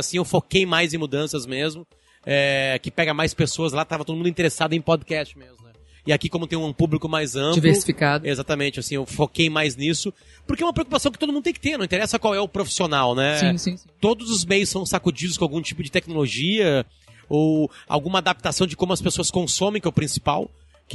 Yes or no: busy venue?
yes